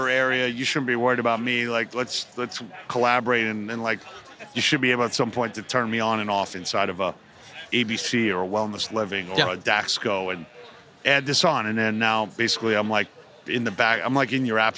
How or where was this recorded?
busy venue